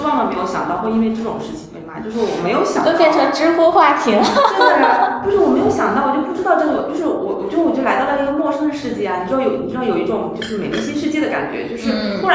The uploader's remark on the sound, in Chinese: 由于包间有回声，音质欠佳